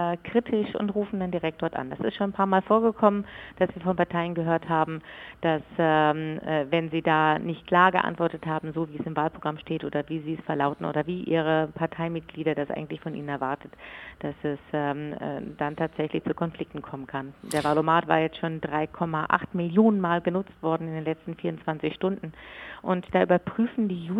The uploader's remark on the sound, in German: Telefoninterview